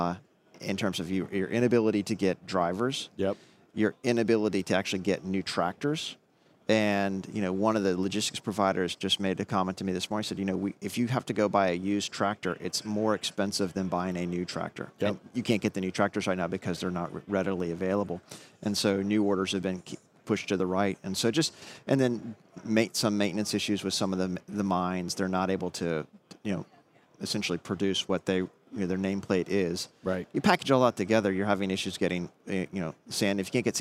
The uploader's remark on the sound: On the Road at NAPE 2022